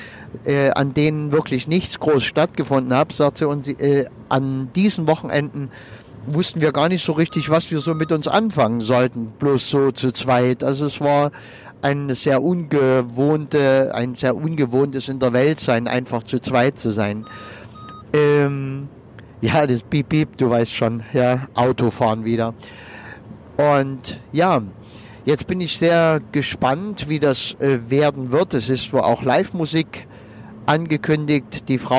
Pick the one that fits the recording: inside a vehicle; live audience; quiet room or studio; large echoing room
inside a vehicle